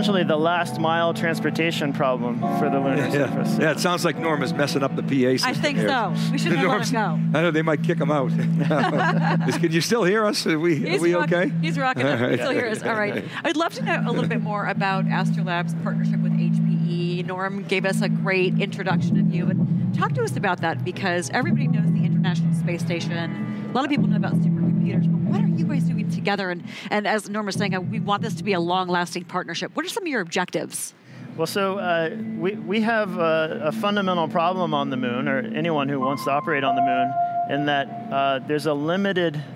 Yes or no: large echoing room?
no